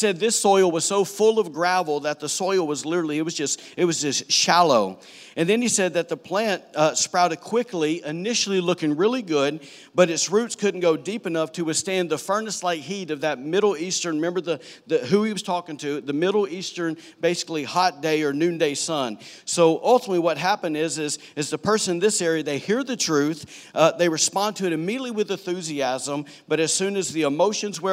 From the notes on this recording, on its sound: was recorded on Sunday, September 9, 2018, during service at The Anchor Church in Rockport, Maine.